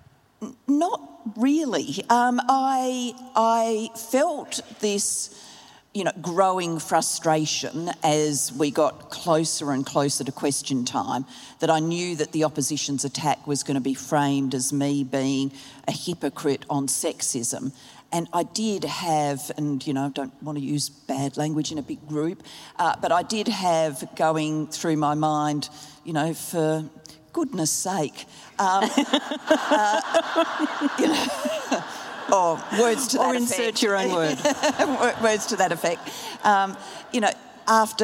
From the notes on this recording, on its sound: Live at the Sydney Writers' Festival. The event was recorded live by the ABC’s Compass program.